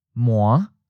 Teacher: the fifth tone, low rising